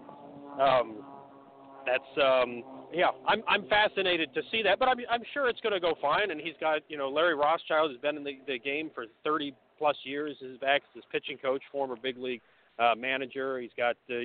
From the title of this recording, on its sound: Live From Spring Training